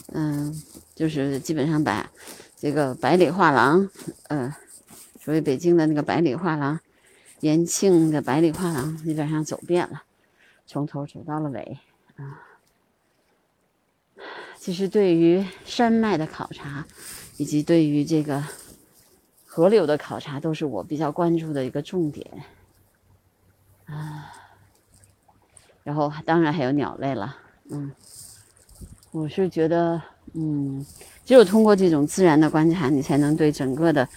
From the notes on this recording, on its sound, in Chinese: 我们在房山拒马河拍摄红翅旋壁雀的现场录音。群鸟齐聚拒马河。